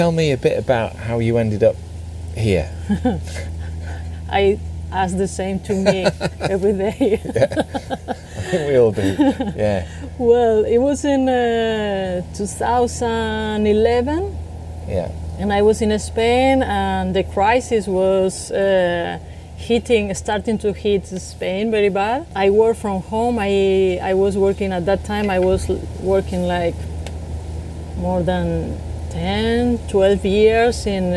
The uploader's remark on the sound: was recorded over lunch in her garden in LA